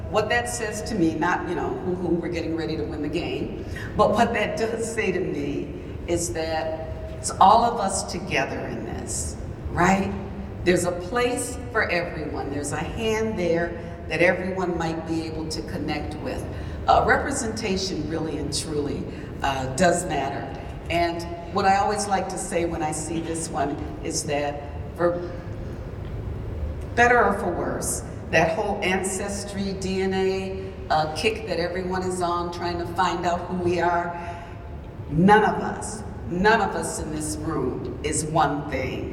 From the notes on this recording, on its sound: In this keynote presentation from the WELS National Conference on Lutheran Leadership. Audio from Vimeo.